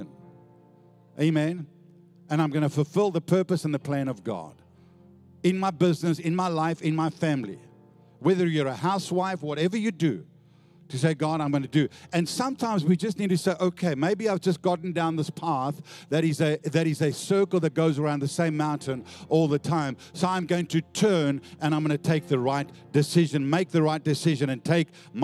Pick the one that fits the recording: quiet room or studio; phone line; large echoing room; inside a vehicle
large echoing room